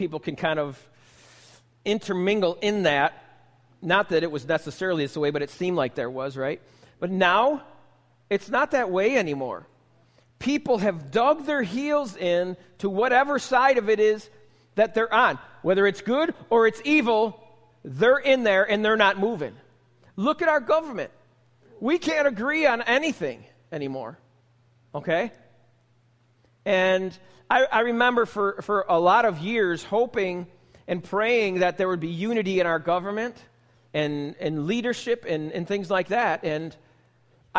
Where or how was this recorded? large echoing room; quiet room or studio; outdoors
large echoing room